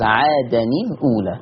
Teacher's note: اللوحة الثالثة وجه المقارنة اللي أنا عقدته من شوية، إن أنا بقول إن لفظ عادن الناحية اليمين لفظ عادن انتهى التنوين، والتنوين نون ساكنة فده يبقى ساكن أولاني، الأولى فيها لم ساكنة فده يبقى ساكن تاني، ولما تلتقى التنوين جه التنوين جنب اللام يسمى بالتقاء الساكنين، فبيحرك الساكن الأول بالكسر